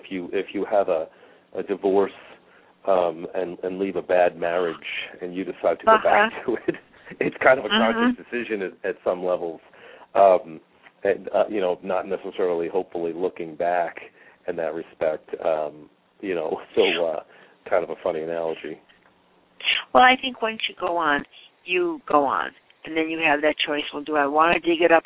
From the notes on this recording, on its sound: Callers with questions or comments are encouraged to call in live, or to ask questions in the chat room. Halfway through the show the phone lines will open for question for my guest.